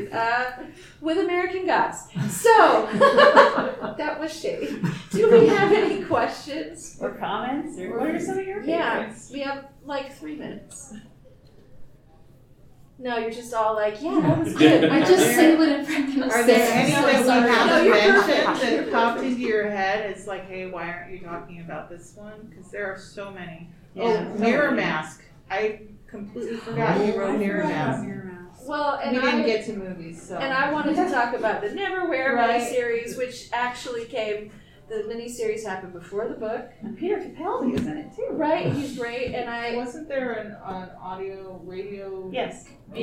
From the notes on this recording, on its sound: TusCon 50 Panel. Recorded live 11/11/2023 Saturday – Panel Room 1 2:00 pm 3:00 pm.